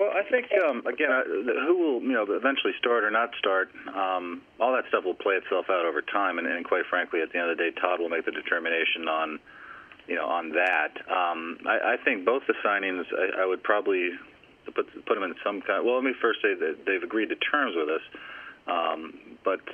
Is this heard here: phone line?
yes